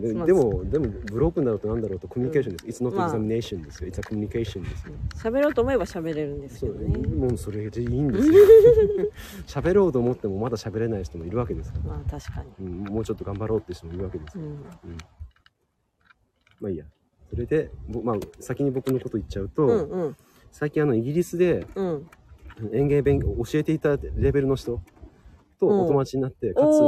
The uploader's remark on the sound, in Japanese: 農家とガーデナーの雑談 雑音多し。